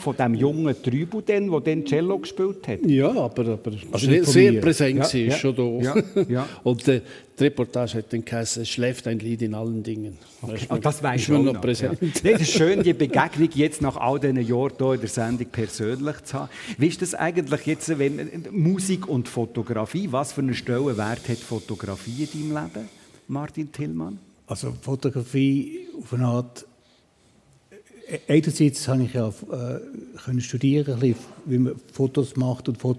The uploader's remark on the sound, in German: live aus der «Kunsthalle» Appenzell